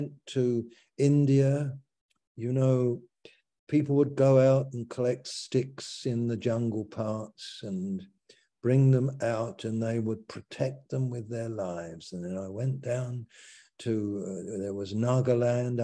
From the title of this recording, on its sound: Malaysia Meets (Zoom)